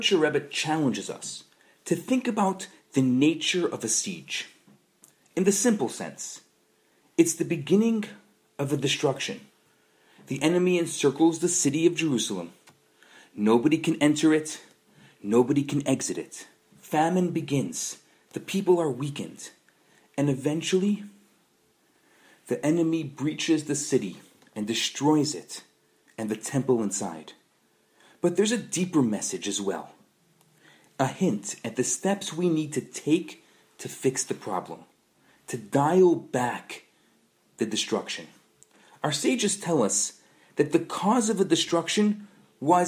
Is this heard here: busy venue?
no